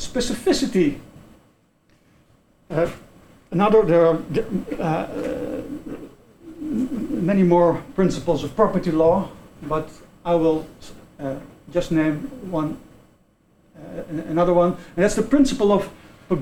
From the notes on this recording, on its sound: This podcast is part of the recording of the symposium that was held on June 1st.